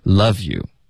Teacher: Love 的 v 跟 you 呢我们要连发，有一个连读 Love youview，OK，大家注意 you 还是得发，可是前面只是一个 v 的音先 loveyou，然后后面呢就有 and 我们就弱读成 an would do 的我们要省略，就变成 would do anything to haveyou， have 跟 you 也需要连读，就跟 love you 一样 have youOK, to have you.